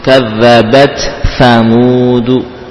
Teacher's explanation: bacaan jumhur tidak mengidghamkan ta ke fa, jadi dibaca dengan dari makhraj masing-masing.